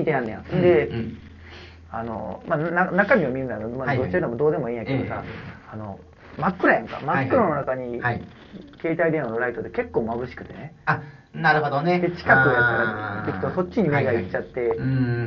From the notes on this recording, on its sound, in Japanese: 音声悪。